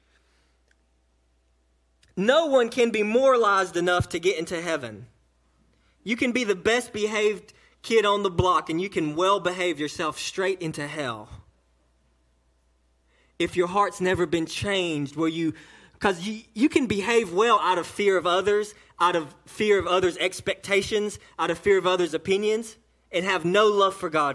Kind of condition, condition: setting, large echoing room